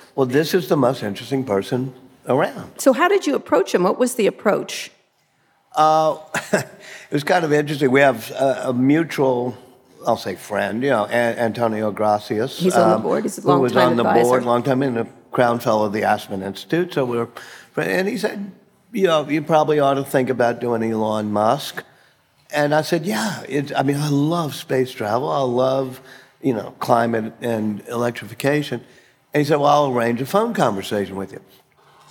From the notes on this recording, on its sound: Taped in front of a live audience at the New Orleans Book Festival.